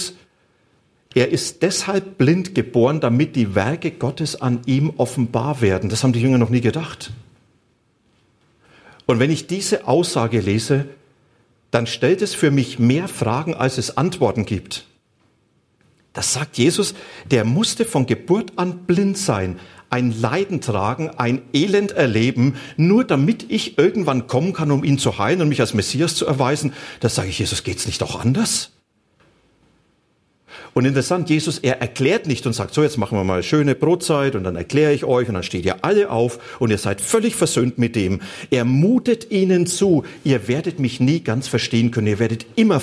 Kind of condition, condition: setting, large echoing room